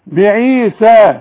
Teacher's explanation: بعيسى بن مريم، إذا وقفت تقول بعيسى، الياء تتحول إلى ألف، بعيسى. أما المد ده يلغى لأن المد ده ساكن والباء ساكنة، والعلماء بيقولوا ساكن جنب ساكن، نتخلص من الساكن الأولاني ونقول بعيسى بن مريم.